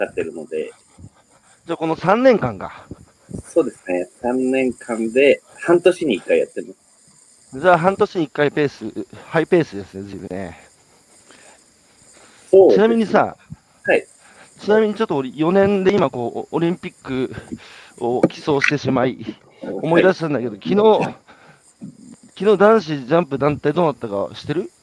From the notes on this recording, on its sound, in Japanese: 歩きながら1時間、対談する